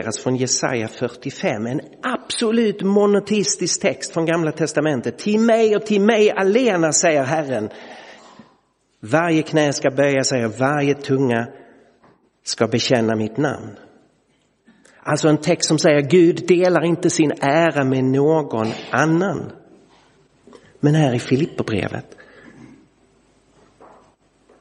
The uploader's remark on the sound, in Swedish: Inspelad i Roseniuskyrkan den 2 april 2023.